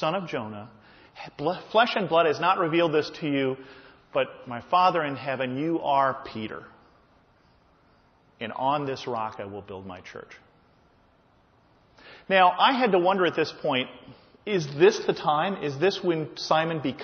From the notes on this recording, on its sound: This is a sermon I just preached at my home church.